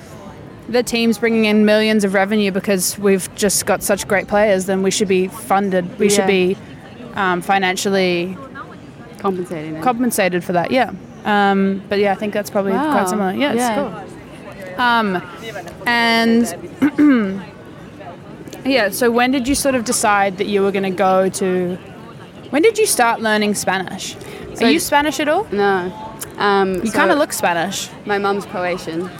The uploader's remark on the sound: outdoor episode in soho